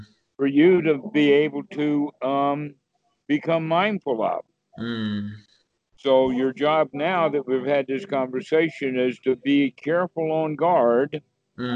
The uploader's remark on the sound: skype calls